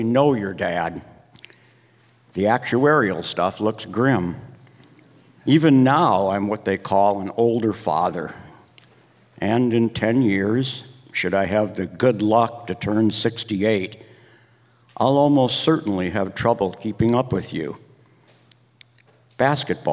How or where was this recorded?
live audience